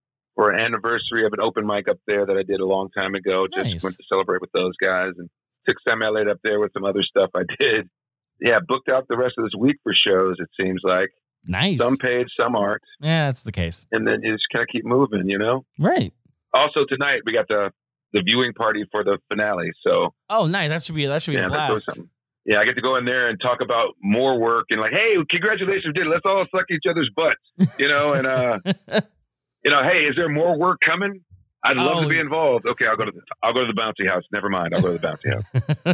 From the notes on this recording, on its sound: gets on the phone